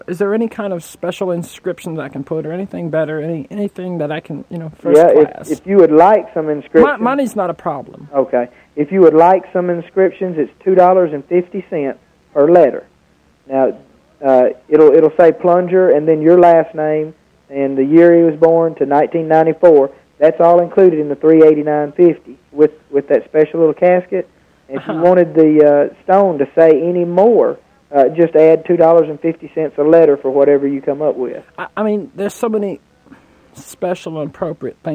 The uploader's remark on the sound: Prank Phone Calls